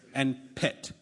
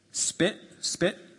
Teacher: in pit, you feel a much stronger puff of air against your hand · Shown in: first take